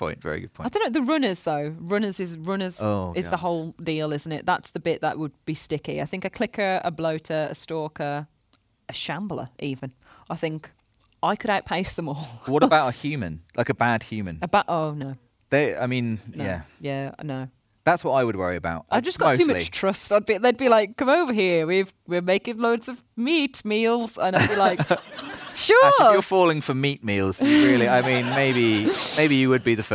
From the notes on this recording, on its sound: The PlayStation Access Podcast is BACK with a special live episode in celebration of The Last of Us Part I. A live audience at BAFTA.